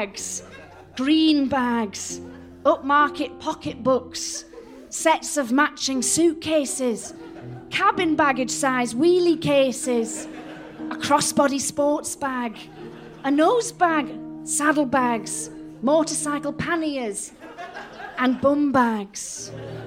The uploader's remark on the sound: an edited recording of a live show performed at the annual British Beefman’s Luncheon at the London Agriculture Festival